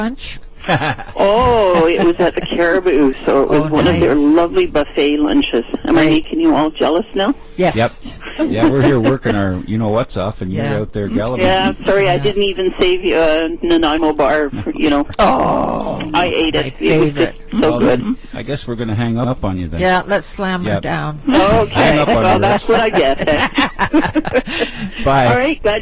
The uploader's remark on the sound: The weekly phone